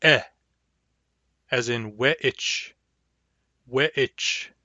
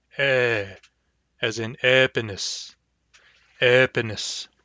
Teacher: Notice it is twice as long as short E.